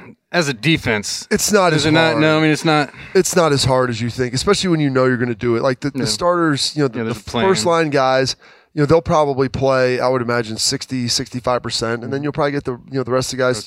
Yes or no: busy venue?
yes